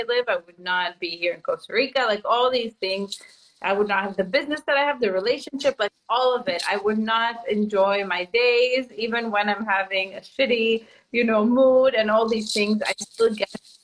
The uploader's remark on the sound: This episode is an IG Live turned into Podcast.